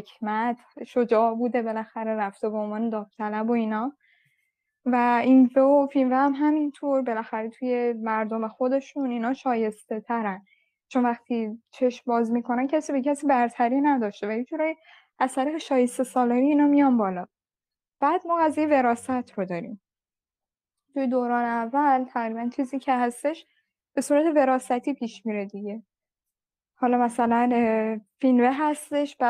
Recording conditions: video call